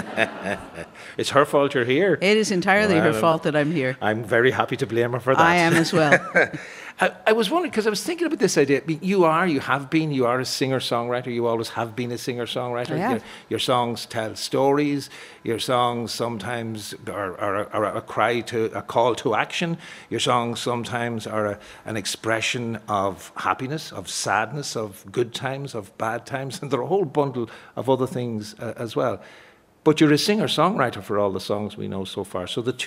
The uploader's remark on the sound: TradFest 2024 - Arena Special Night Two. Live from Dublin Castle.